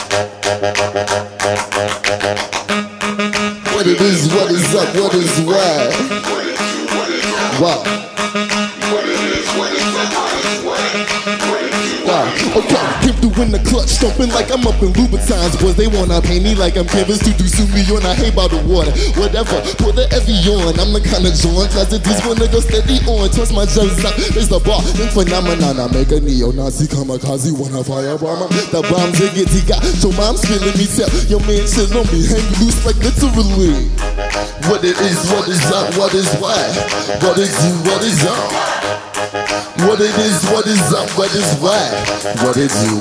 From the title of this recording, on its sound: Live from SXSW